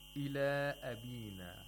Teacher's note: this is also Maddul Munfasil, and he recites it with qasr.